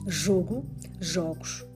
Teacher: E há outros nomes cuja vogal da sílaba tônica O é fechada no singular e aberta no plural.